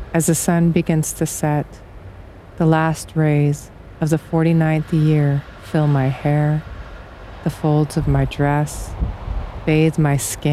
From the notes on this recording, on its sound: Outdoor audio recorded at Oregon Trail Ruts State Historic Site near Guernsey, Wyoming